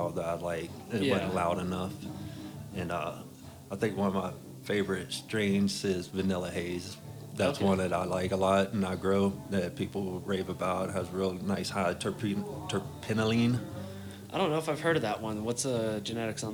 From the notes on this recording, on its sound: This episode was recorded down at AREA420 in Moffat Colorado during a Harvest Festival with Heart and Soil Project. I was able to catch up with a half a dozen people that day and chat.